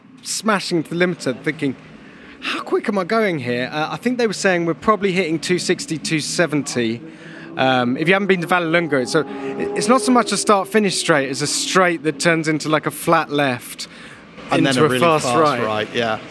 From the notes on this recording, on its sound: live from the pit-lane at the Vallelunga track